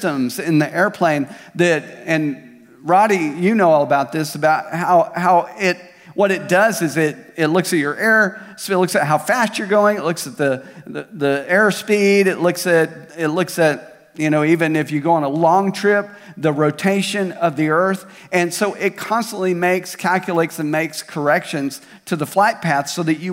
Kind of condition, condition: setting, large echoing room